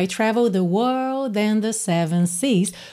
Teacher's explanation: ela não enrola tanto a língua, né? Fica meio I travel the world and the seven seas, justamente por ter um sotaque mais britânico, tá?